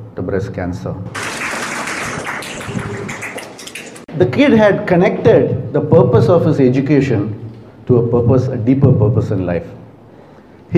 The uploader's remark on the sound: A snippet from a live event. Hundreds of students of a major international school.